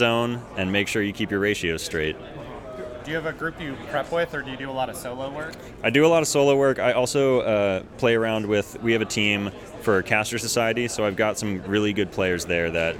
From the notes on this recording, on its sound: Live from Water Tower 2023!